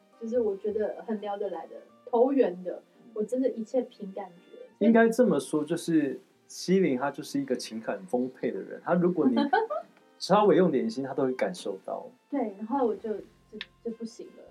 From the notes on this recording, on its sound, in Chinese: 這集的收音出了一點小問題，請各位聽眾多多包容